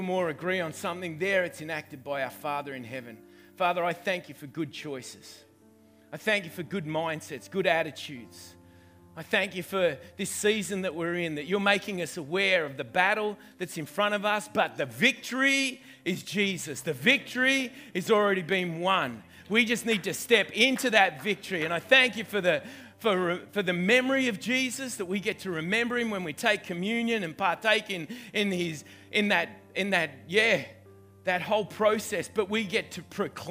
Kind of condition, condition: setting, large echoing room